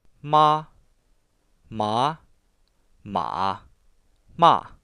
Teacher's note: Korkealla tasaisella äänellä lausuttuna sana tarkoittaa äitiä, nousevalla äänellä hamppua ja laskevalla ja nousevalla äänellä hevosta. · Term: neljän toonin